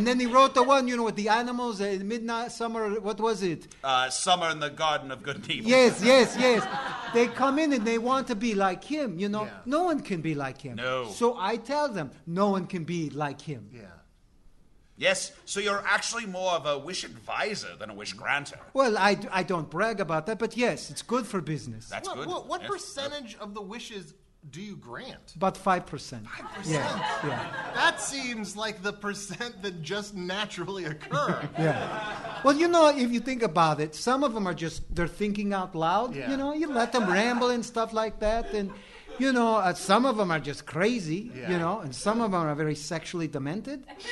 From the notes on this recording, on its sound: at the Chicago Improv Festival